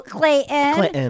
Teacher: I grew up in New England where we don't say the T's. We go Clayton.